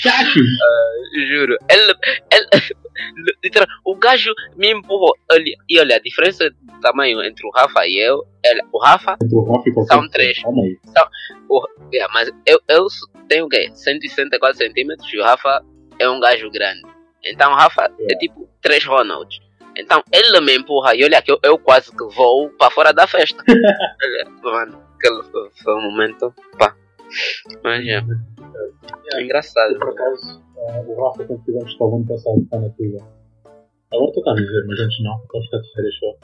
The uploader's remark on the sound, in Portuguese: uma péssima qualidade de áudio